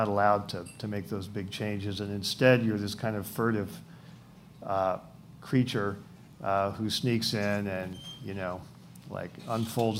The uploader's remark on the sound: In a special daytime event. As part of The Long Now Foundation's “Conversations at The Interval” Salon Talks. These hour long talks are recorded live at The Interval, our bar, cafe, & museum in San Francisco.